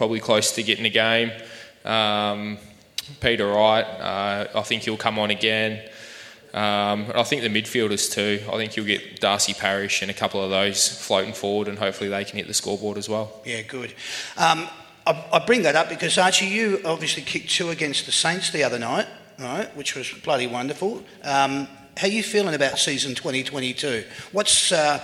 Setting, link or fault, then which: setting, busy venue